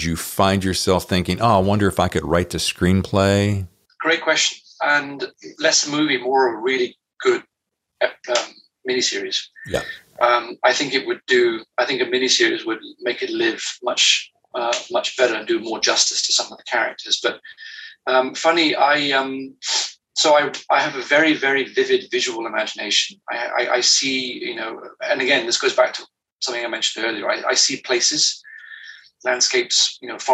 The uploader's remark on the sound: One small warning: the audio’s a bit hinky. Dialing in from France where he says the Wifi isn’t as top shelf as the world-renowned wine.